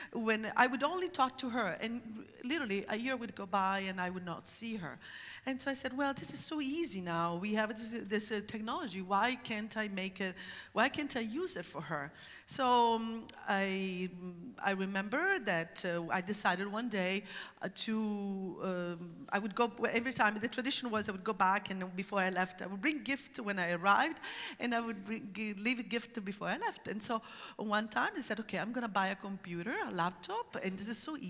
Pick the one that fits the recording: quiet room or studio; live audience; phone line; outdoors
live audience